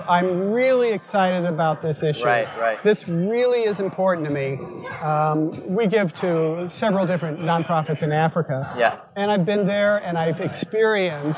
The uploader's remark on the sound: LIVE from NIO Summit. Recorded live at the 2018 Nonprofit Innovation and Optimization Summit.